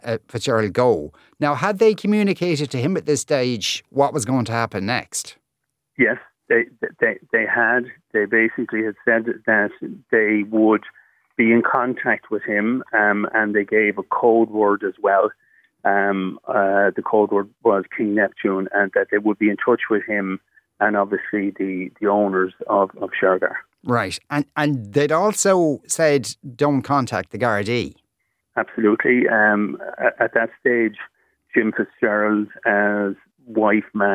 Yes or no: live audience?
no